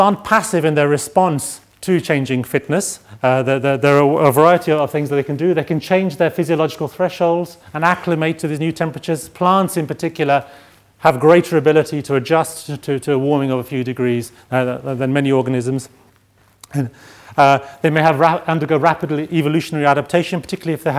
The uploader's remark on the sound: Keynote address from the fourth session (Ecosystems and ecosystem service) of the 4 Degrees international climate conference.